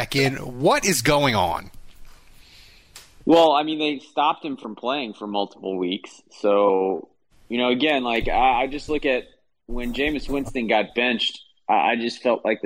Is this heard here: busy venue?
no